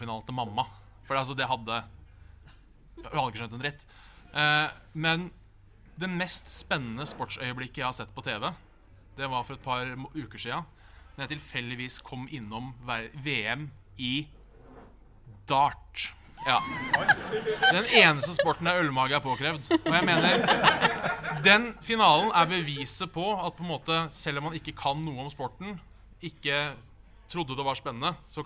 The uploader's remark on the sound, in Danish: LIVE fra Tilt. Begivenheten ble markert med liveshow på Tilt i Oslo.